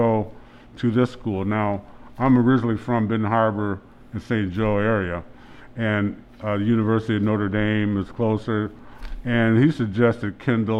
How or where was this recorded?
busy venue